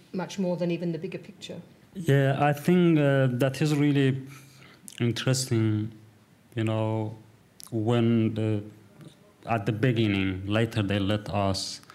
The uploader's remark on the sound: This event was presented in partnership with PEN Melbourne. It was recorded on Tuesday 14 November 2023 at The Wheeler Centre.